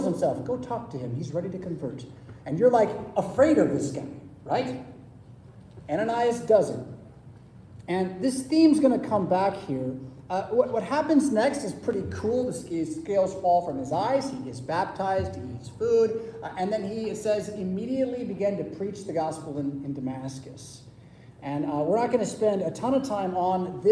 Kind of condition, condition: setting, large echoing room